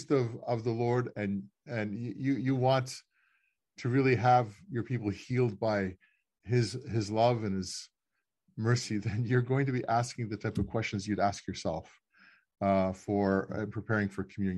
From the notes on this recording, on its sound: This is a recording of the seventh webinar in the Becoming Byzantine series.